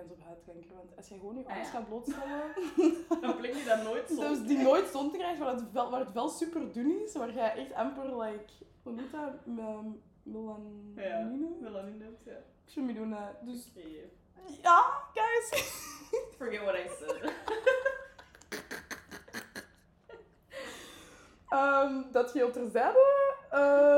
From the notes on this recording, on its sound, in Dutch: Helaas hebben we ondervonden dat er wat is misgelopen met de audio.